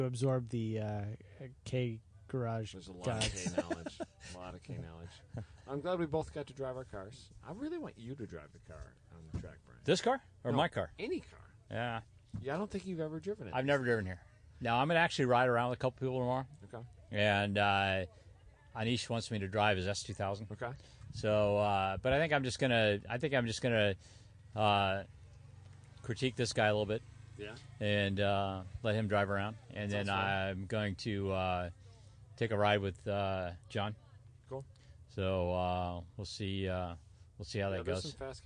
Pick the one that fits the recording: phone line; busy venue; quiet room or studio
busy venue